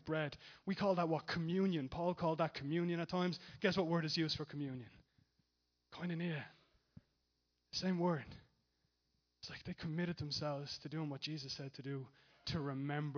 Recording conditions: large echoing room